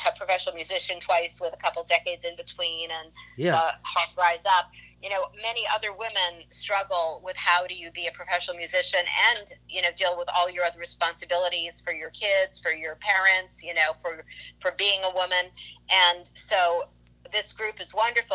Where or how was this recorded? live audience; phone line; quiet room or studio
phone line